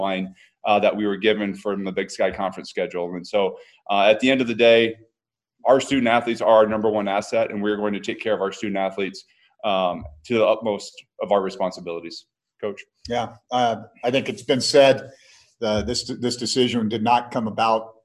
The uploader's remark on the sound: hosted a zoom call